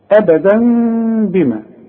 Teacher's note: لذلك شلك شرطة من الشرطتين الفتحتين دول ورسم لك مين، بيقول لك لو سمحت اوعى تنسى هنا الإقلاب. هتقلب التنوين إلى مين وتخفيه وتغنه · Term: إقلاب مع الإخفاء مع الغنة